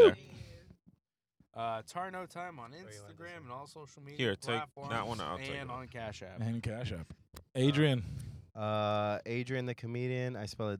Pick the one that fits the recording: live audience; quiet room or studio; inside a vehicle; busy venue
inside a vehicle